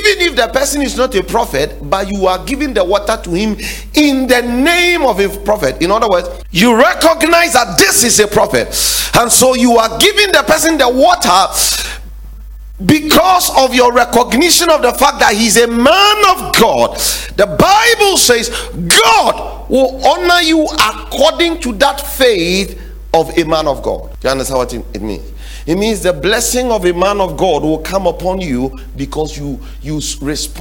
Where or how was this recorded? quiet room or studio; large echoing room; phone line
large echoing room